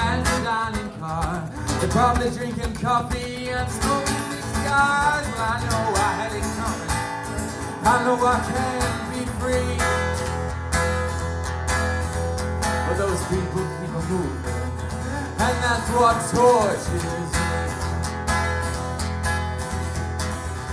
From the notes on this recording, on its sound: Performed live at the Crooked Well, Camberwell (London), in March 2016.